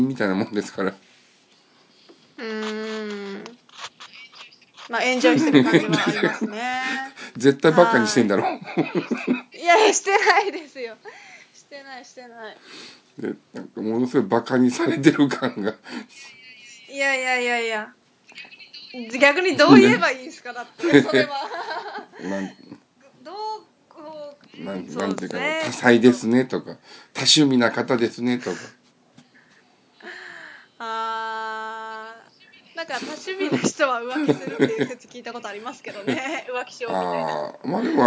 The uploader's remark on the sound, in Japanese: ラジオ久々収録で 前半かなりぎこちないです汗。PCが不調なのか編集がもしかしたら荒くなっているかもしれません。